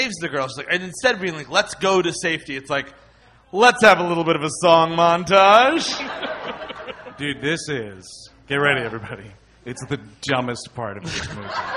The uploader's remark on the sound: Recorded live